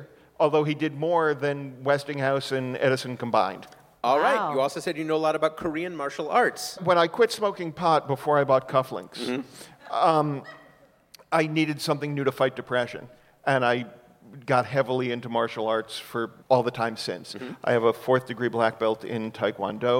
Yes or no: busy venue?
yes